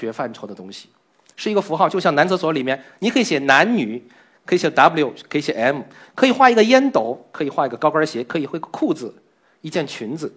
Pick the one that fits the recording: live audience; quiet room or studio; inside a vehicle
live audience